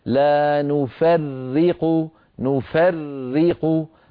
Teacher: هذه الراء المشددة لابد من نطق راءين أولاهما ساكنة والثانية مكسورة